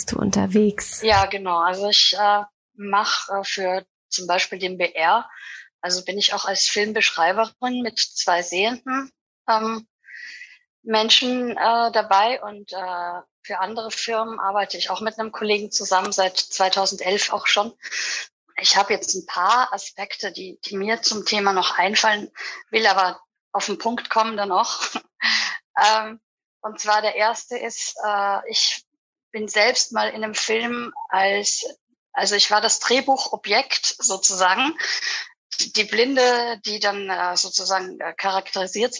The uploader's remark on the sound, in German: Beschäftigen wir uns in diesem aufgezeichnetem Live-Talk. Live über Clubhous und Zoom aufgezeichnet. Neben der Begleitung des Gesprächs mit Gebärdendolmetscherinnen wurde das Gespräch von einer Graphic Recordistin visuell begleitet.